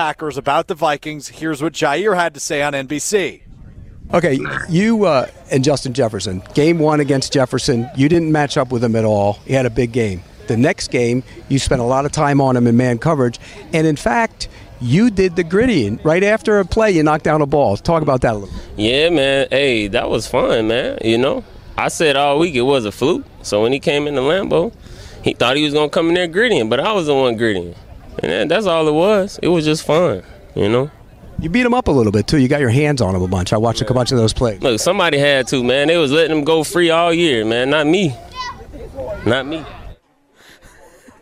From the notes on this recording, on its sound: Live from the Pleasant View Golf Course for the Short Game Golf Outing in partnership with Community Around the Children's Hospital.